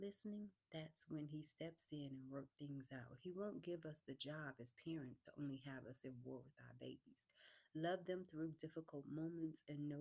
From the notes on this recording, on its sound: This recording may require headphones due to low recording session